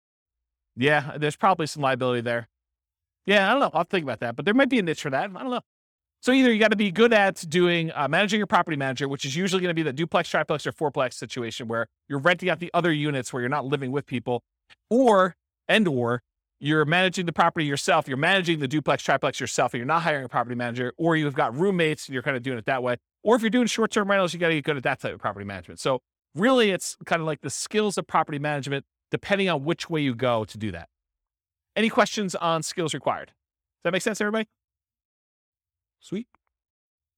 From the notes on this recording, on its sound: This was a live class recorded